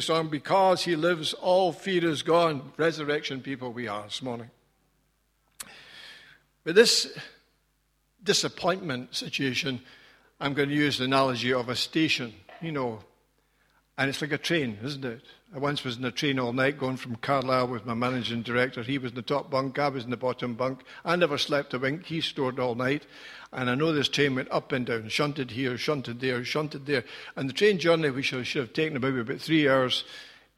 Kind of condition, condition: setting, large echoing room